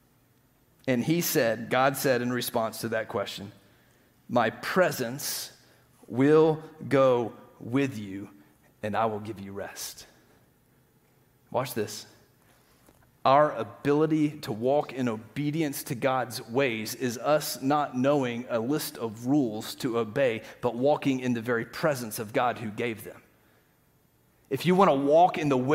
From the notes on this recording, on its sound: Green Hill Church Live - Second Service.